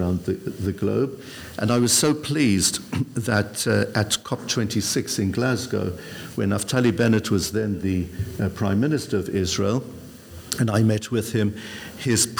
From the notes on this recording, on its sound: This episode of the Koren Podcast was recorded in front of a live audience! This time in London as part of the Mizrachi UK Weekend of Inspiration, one of the biggest events in the Religious Zionist calendar in Europe. LIVE at the Mizrachi UK Day of Inspiration.